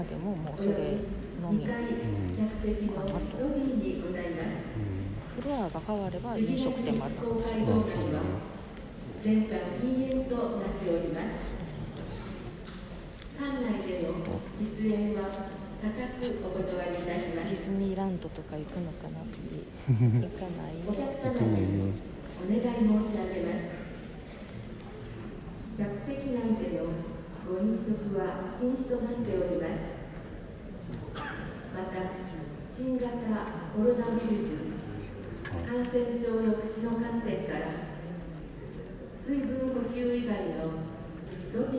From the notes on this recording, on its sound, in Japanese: 鉄道開業150年を音楽で祝うスペシャルコンサート「中央線組曲」会場内で収録。間もなく14時開演。